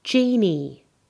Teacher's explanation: The word genie has a long E vowel in the first syllable.